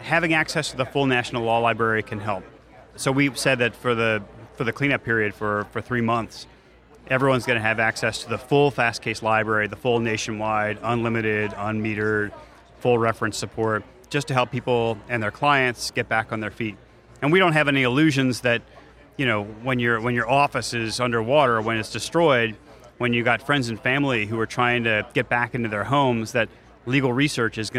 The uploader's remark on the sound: recorded at the 2017 Clio Cloud conference